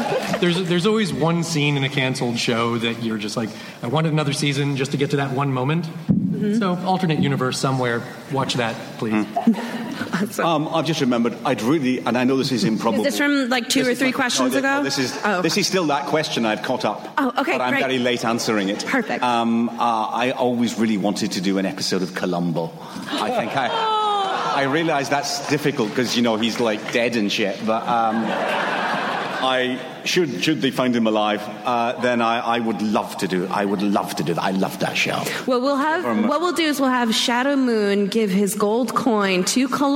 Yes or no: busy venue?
yes